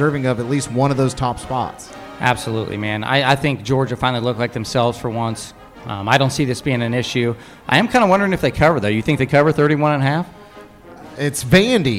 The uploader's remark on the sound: Purdue Pre-Game LIVE from Turtle Creek Tavern.